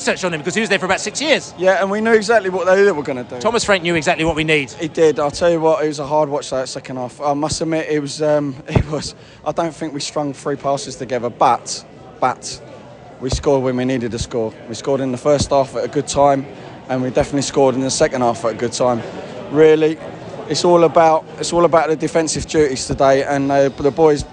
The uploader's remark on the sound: Post-Match Podcast From The Stands and the Pub. A trip to St Marys was next for Brentford.